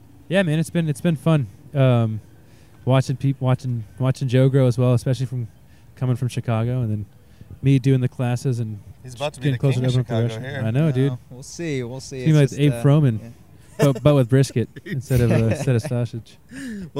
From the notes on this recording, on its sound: I’ve got a long list of people that I got to speak with while I was walking around.